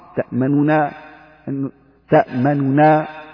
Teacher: والروم فيها هو خفض الصوت مع الإسراع فيه عند النون الأولى مع إظهار النونين